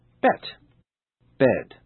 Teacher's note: Did you notice how the vowel sound e is shorter before t and longer before d?